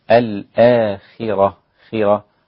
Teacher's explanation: آية القراءة طيبة، بس خلي بالك من كسر الخاء. الخاء إذا كسرت بيكون في أدنى مراتب التفخيم، أو إذا جاءت ساكنة وقبل الساكن كسر تبقى في أقل مراتب التفخيم.